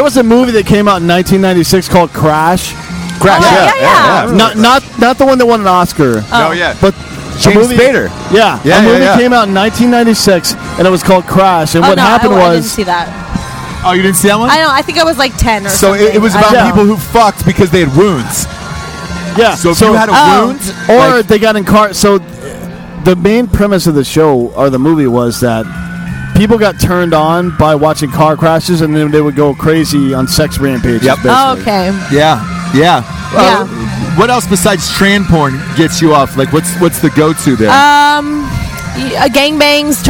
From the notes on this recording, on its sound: It also helps that we did it live from a Las Vegas bar in the middle of the afternoon.